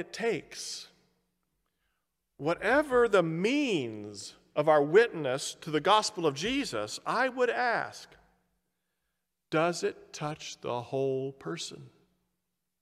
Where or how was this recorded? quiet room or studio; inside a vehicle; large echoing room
large echoing room